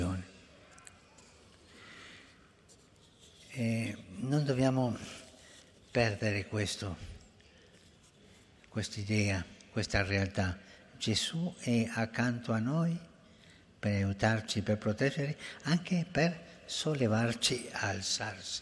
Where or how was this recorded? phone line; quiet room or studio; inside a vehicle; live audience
live audience